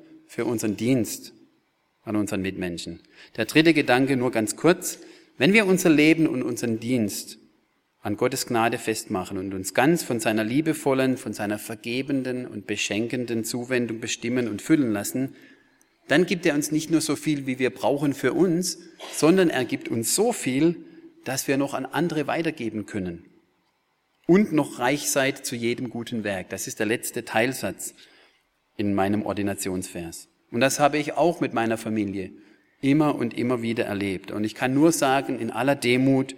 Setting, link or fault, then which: setting, large echoing room